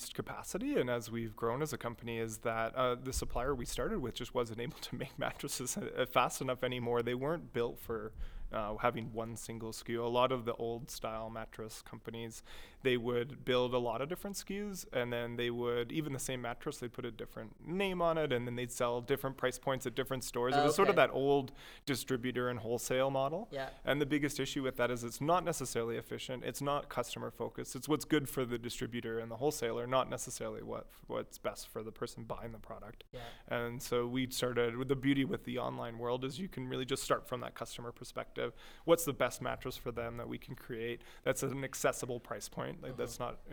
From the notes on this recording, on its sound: It was actually recorded during the middle of my digital marketing conference SocialWest. From MediaLab for setting up a mini-podcast studio in the middle of a busy conference.